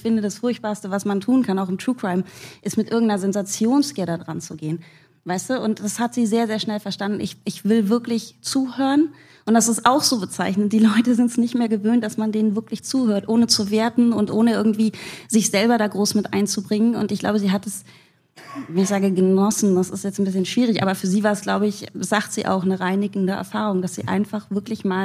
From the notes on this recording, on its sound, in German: Im Kriminaltheater Berlin getroffen. Vor Publikum.